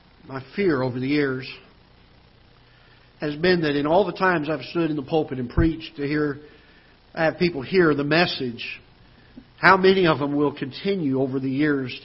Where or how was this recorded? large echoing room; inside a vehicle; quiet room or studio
large echoing room